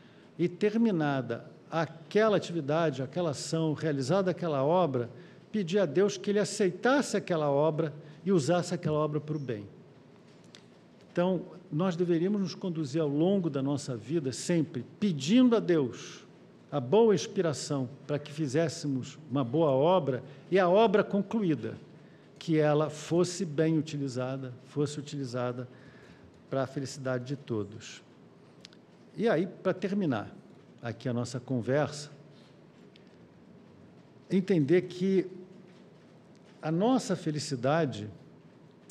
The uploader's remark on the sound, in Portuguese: Palestra ao Vivo